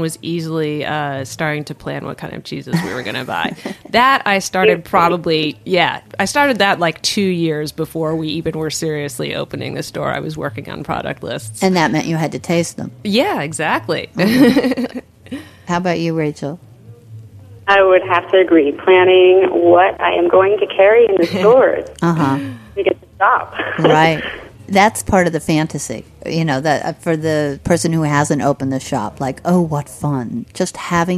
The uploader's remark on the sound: Calls in from North Carolina. Joins via the phone from Las Vegas.